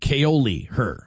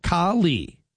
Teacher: And then, no big deal, Ox, but it's pronounced Kali her, not Kaoli her, apparently. So Kali, equal emphasis on both syllables · Shown in: second take